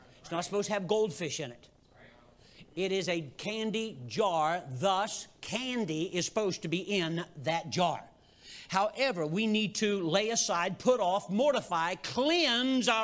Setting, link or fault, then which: setting, large echoing room